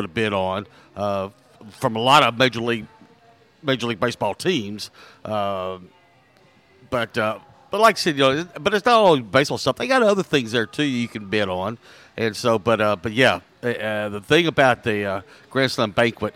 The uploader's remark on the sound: LIVE from JTown's Grill! On The Ticket 95.3 Fm/970 AM, Ritter Communications Tubetown 21!